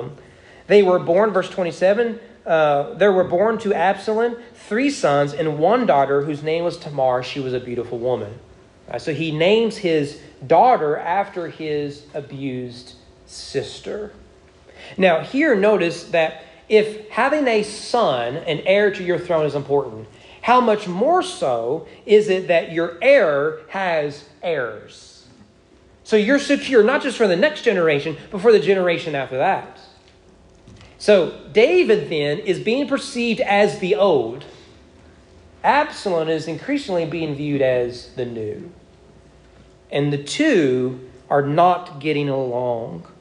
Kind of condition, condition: setting, large echoing room